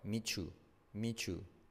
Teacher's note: La T más la Y se convierte en un sonido J.